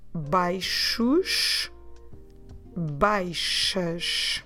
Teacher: This happens because we have the xish, we're pronouncing xish like a sh, and then the s at the end is also the sound sh · Term: sh sounds